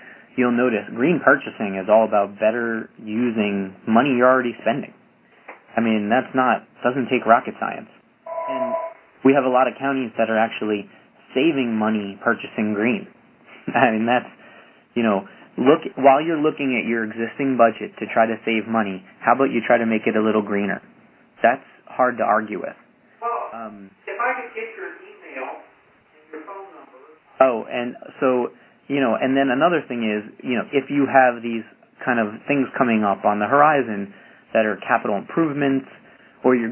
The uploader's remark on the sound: Call recorded on October 27, 2011.